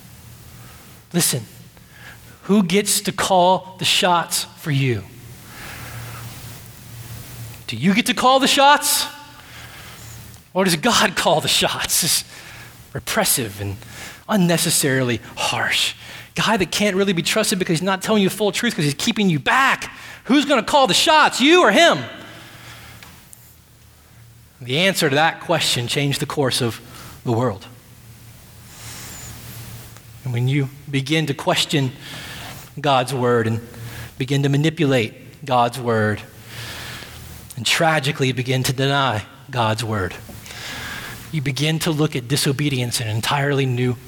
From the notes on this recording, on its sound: at Redemption Hill Church